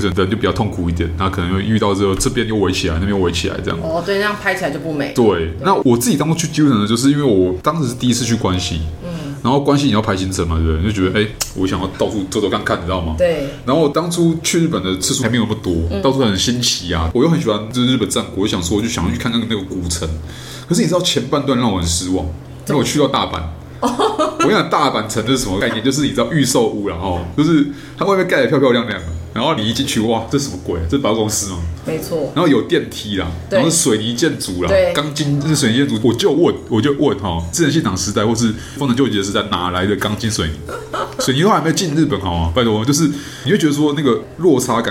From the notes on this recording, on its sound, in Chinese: 本集白噪音指數：蚊風級 1/5。錄音地點： 齊客咖啡 The Gathering Cafe。